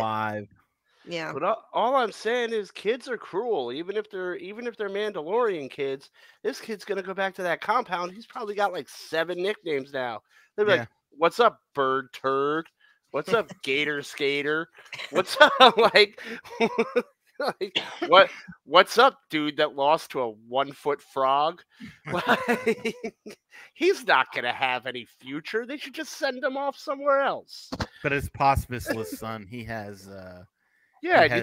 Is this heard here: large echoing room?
no